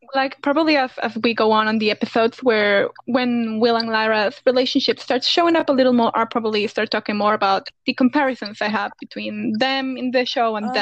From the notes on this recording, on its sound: Two non-english speakers who live across the ocean from each other. Sorry for all the awkward audio.